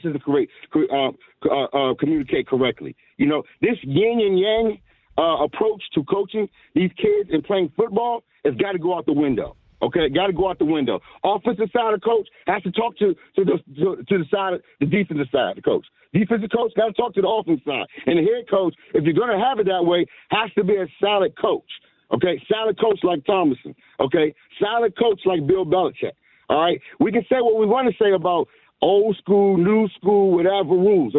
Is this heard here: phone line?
yes